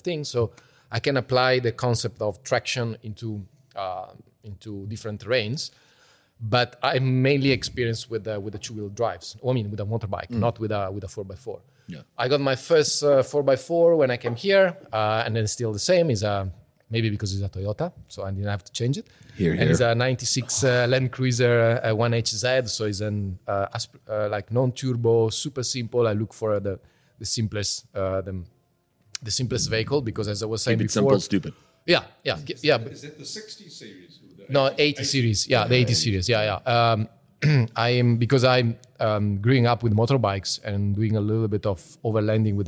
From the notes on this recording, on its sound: recorded over a 6-hour drinking and pizza session at the Awehwolf Bar in the Just Like Papa store